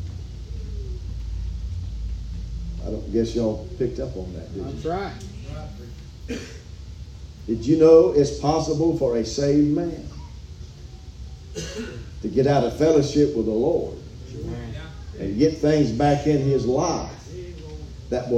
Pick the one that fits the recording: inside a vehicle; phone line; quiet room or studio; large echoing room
large echoing room